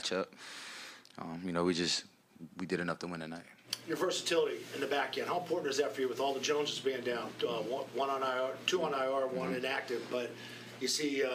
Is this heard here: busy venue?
yes